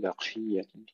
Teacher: الباء مرققة والقاف نحافظ على تفخيمها مع أنها مكسورة